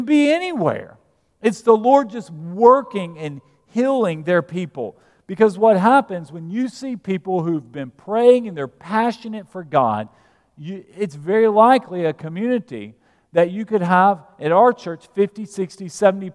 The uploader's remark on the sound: at Broadway Baptist Church, Lexington, Kentucky